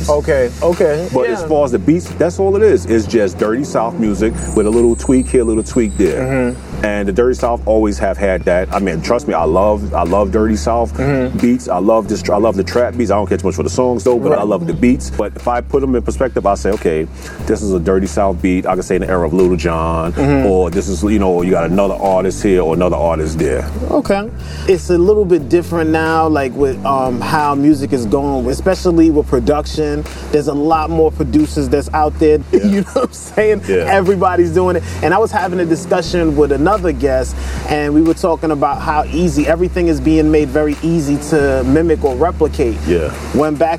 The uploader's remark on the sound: Todays show we are outside